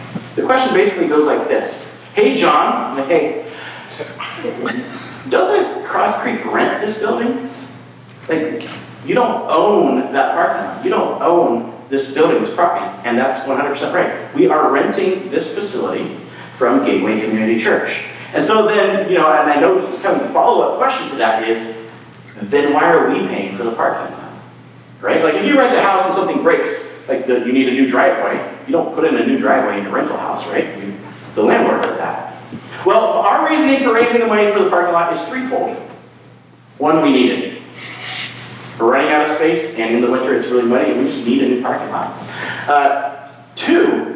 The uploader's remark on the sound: Sorry about the room audio this week… maybe it’ll feel like you’re actually there?